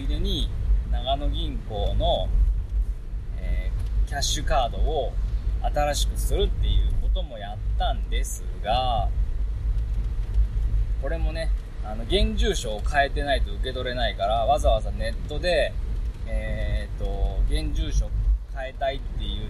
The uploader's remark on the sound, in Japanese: 車内雑音ラジオ